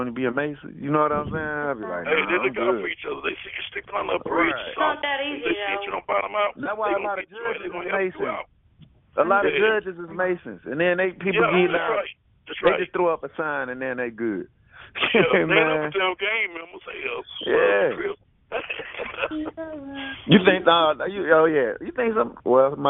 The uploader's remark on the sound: Conference Call